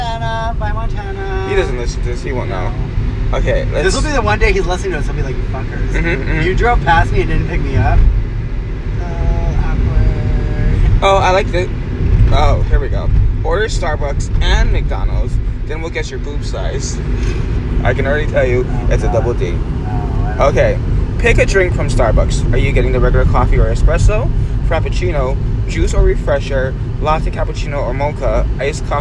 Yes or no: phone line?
no